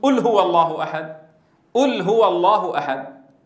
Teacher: هي القاف التي نطقها صاحبنا همزة